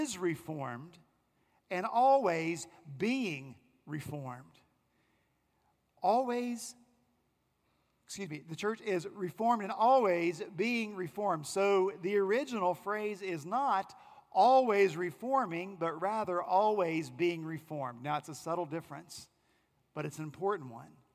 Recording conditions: large echoing room